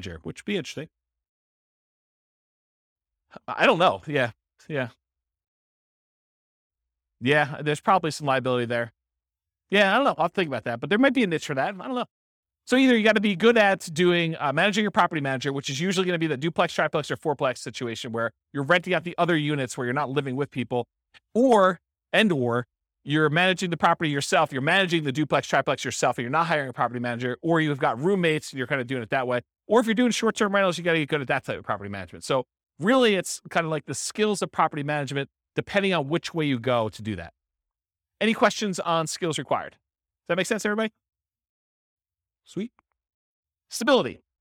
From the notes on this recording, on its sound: This was a live class recorded